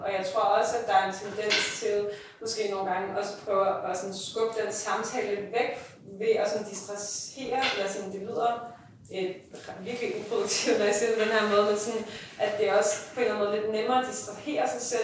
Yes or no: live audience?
yes